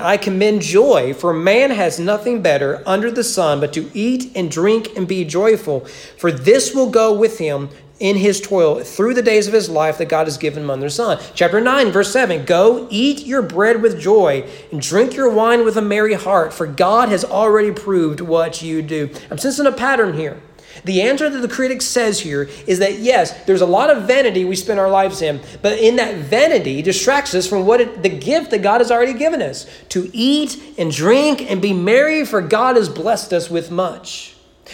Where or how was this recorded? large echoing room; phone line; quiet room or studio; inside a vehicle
large echoing room